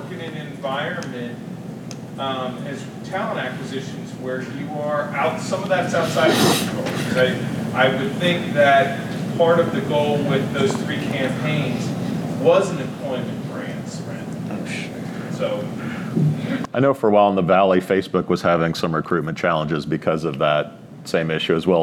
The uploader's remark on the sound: All-Star Panel, Live From TAtech in Chicago. Some of the industry’s most respected folks joined the boson stage for some good ol’ fashioned verbal jousting.